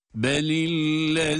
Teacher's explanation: Bu şeddeli lamın birinci basamağı, birinci ayağı, yani o şeddenin içindeki sükunlu kısmın sesini verdikten sonra harekesiyle ikinci kez okuyoruz. Onun için tutma değil, normal süresinde okumadır bu.